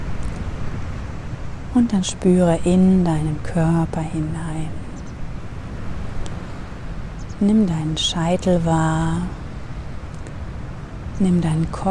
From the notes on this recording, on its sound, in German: In der heutigen Meditation nehme ich Dich mit an die Atlantikküste. Als Hintergrundgeräusch begleiten Dich die echten Wellen des Ozeans, denn ich habe die Episode am Strand für Dich aufgenommen.